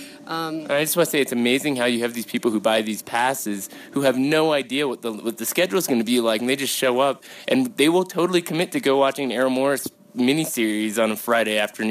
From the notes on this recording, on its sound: sit down at the Telluride Film Festival